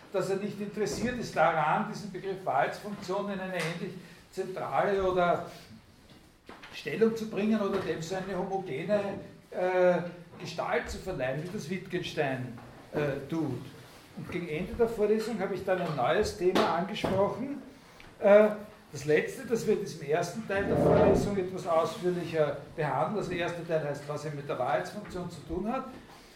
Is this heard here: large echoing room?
yes